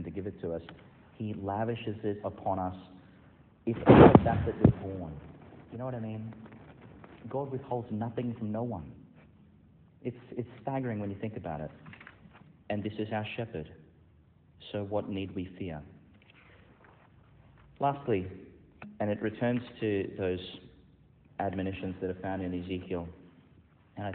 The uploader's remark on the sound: Delivered in Our Lady Star of the Sea Church, Gladstone, Qld, Australia.